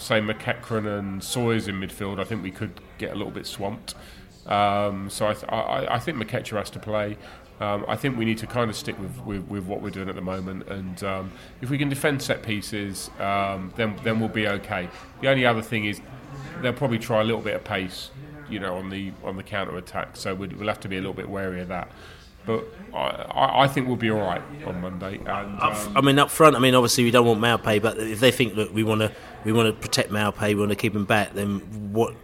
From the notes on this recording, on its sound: Beesotted Pre-Barnet FA Cup Podcast From The Pub.